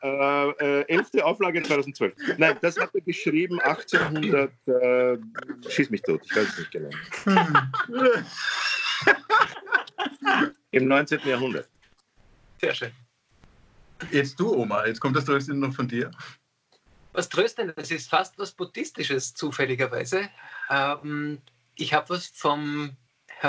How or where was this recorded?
video call